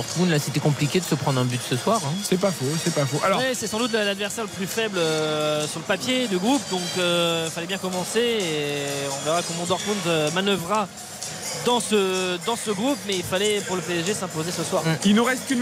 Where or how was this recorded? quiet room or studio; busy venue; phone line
busy venue